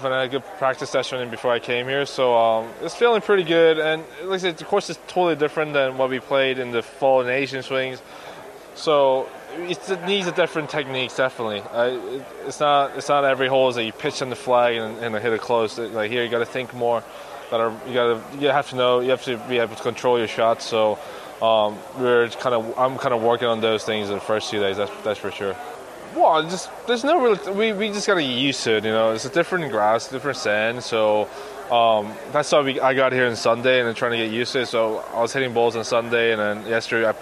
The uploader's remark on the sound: Live at Boyne. As we broadcast live from Boyne Resorts in Michigan.